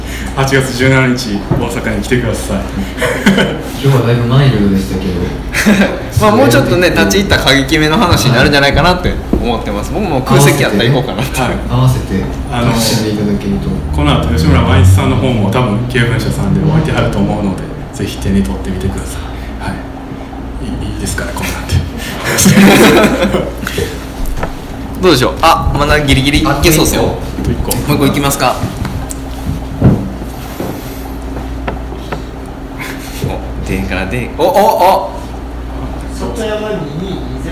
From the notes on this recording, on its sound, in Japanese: 8/4に開催した『微花』×『つち式』のトークイベント（恵文社一乗寺店）の音声